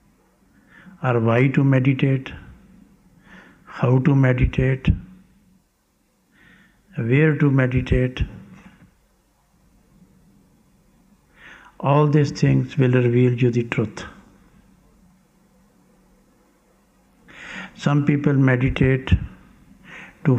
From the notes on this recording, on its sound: Lecture from 17th July 1991 in Landshut, Germany